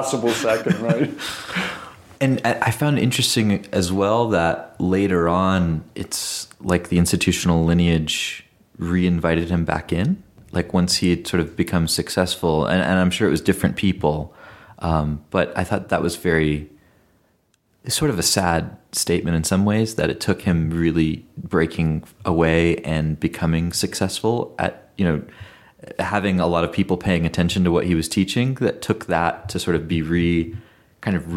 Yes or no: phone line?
no